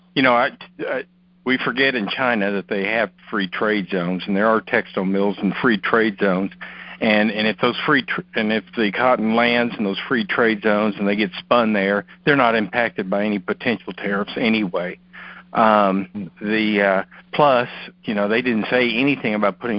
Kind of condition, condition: link, phone line